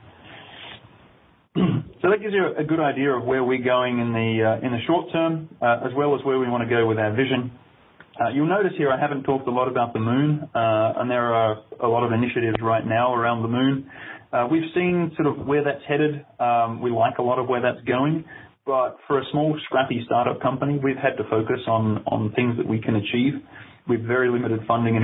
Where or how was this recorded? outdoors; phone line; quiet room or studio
phone line